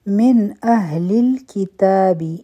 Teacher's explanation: حمزه دی نو دلته به اظهار کوو من اهل الكتاب یعنی دا نون ساکن چې دی دا به کلیر وایو